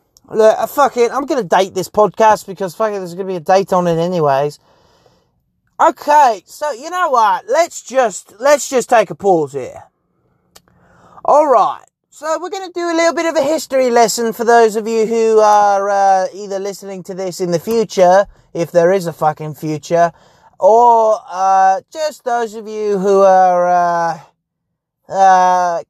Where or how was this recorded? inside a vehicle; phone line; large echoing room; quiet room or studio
inside a vehicle